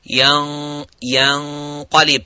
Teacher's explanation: And be careful not to make the ya mufakham, but you make the ghunna mufakham. You make the ghunna have that heavy full mouth.